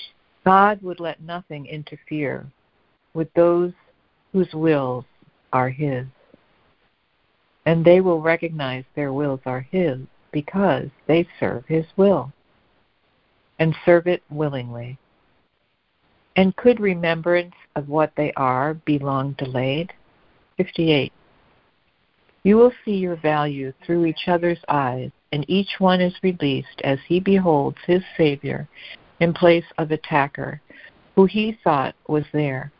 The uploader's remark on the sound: ACIM Daily Conference Call